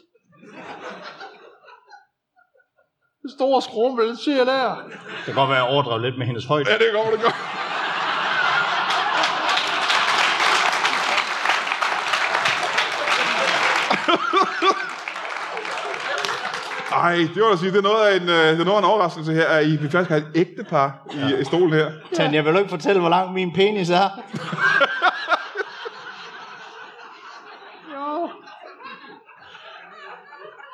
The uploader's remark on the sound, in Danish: LIVE fra Skråen